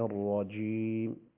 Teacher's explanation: أنا أريد منك أن تقرأي بالجيم المشددة، لا تقرأي بالجيم المتفشية